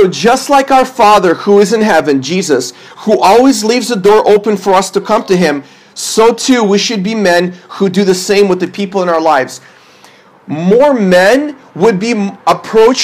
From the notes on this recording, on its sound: This is a sermon I preached at my church based on 1 Thessalonians 2:8-22.